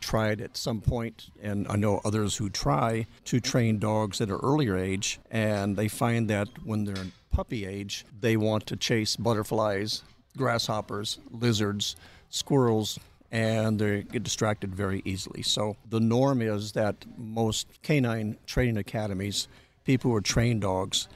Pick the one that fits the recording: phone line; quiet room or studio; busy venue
busy venue